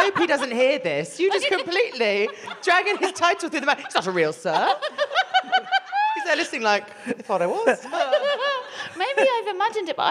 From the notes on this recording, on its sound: We then hear from a member of the audience.